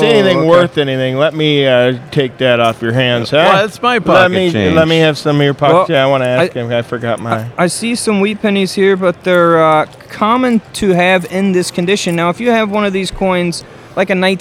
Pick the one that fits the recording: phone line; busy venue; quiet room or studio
busy venue